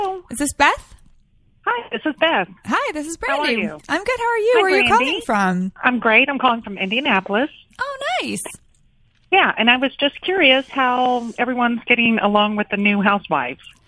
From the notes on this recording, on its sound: opens up the phone lines to answer any and all listener questions